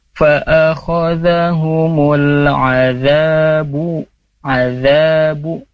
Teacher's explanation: Sedikit koreksinya di tadi kata azab ya, za-nya itu dua harokat. Jadi jangan terkesan terlalu panjang. Fa'akhadhahumul azabu, azabu ya, cukup dua harokat saja. · Term: mad tabi'i